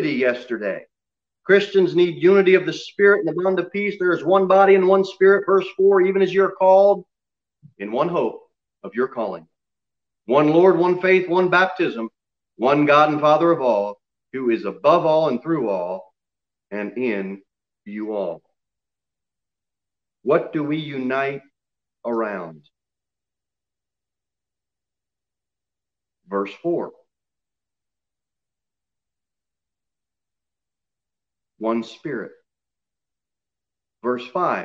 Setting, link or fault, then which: setting, large echoing room